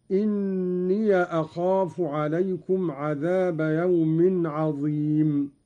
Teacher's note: قرأ قالون بفتح الياء من إني أخاف هكذا: إني أخاف عليكم عذاب يوم عظيم.